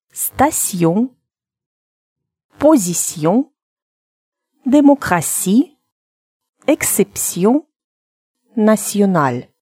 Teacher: Вместо звука T, как собственно написано в этих буквосочетаниях, говорите звук C.